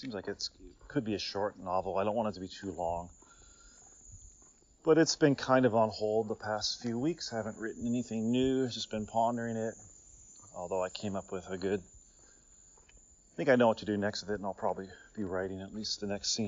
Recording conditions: sounds in the background